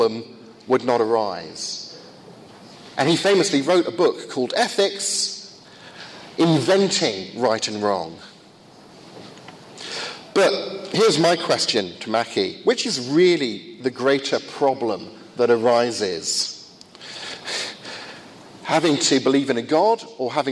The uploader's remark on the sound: First of two lectures at a conference in Finland